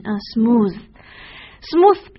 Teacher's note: TH 字母组合在这里面发成浊辅音